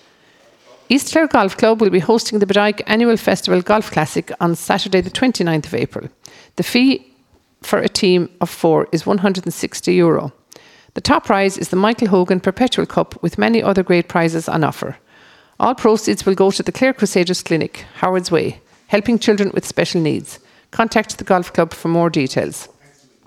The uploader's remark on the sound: As broadcast live from Whitegate GAA Hall.